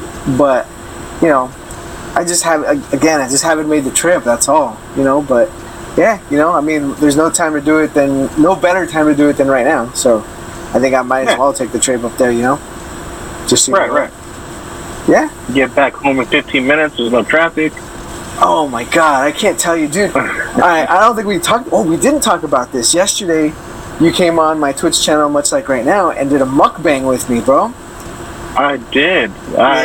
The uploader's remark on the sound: Sorry the sound is so shitty. Like really shitty.